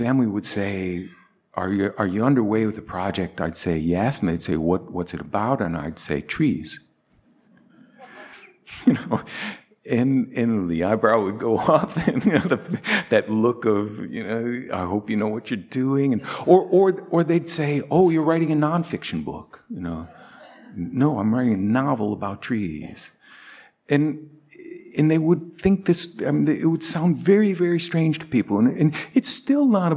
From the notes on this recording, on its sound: Tin House Live. This time, an onstage ticketed event at Revolution Hall before a live audience.